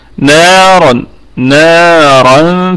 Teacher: والراء مفخمة وقفا ووصلا ايضا